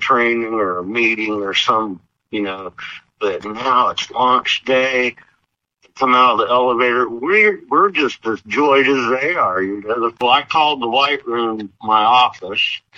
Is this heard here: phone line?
yes